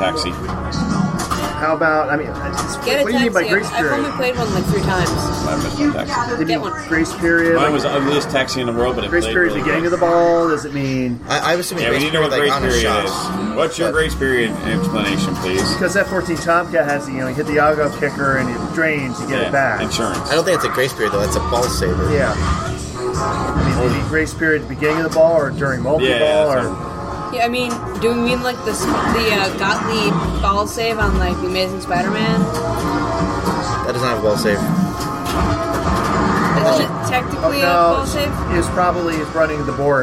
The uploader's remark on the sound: This week we are live. From the Silverball Saloon in East Rochester, NY.